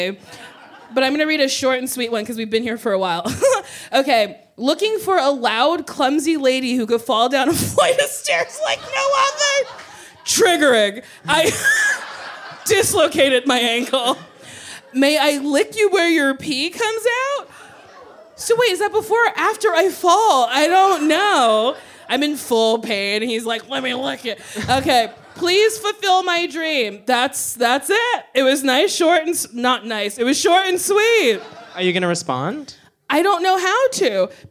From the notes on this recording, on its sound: A supersized live episode of the podcast! Recorded live at The Elysian.